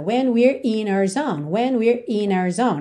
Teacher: Você nem ouve esse R é de we're. Soa praticamente when we in our zone, ok? Mas você pode fazer esse acabamento também não atrapalha em nada.